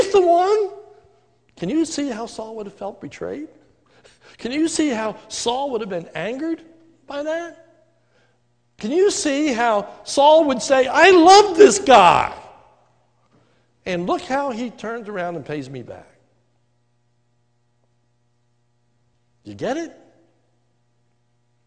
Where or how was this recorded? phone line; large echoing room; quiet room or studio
large echoing room